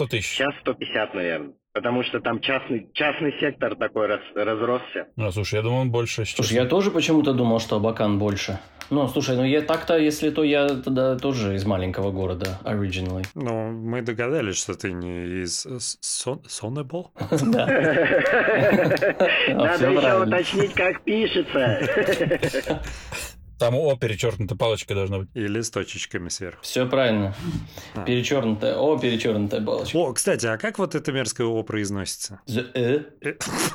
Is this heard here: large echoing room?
no